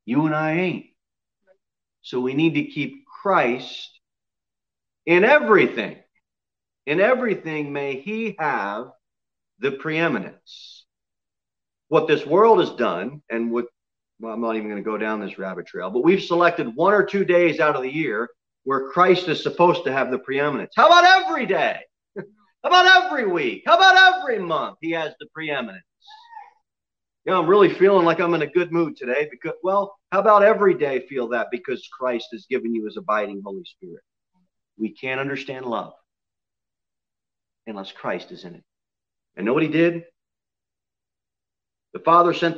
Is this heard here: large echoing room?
yes